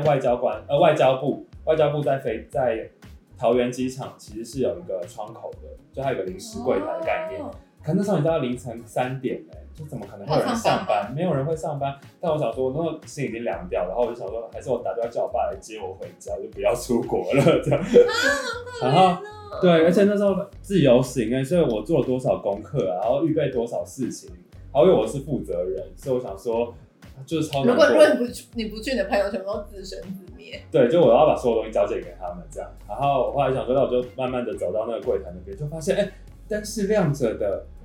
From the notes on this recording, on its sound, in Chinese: 首錄音質不佳請見諒